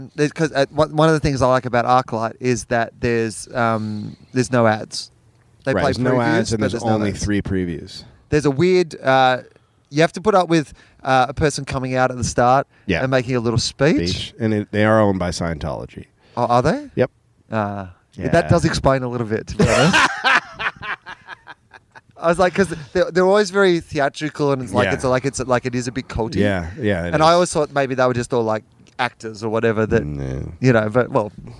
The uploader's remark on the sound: On the roof. The sweet sounds of LA at night.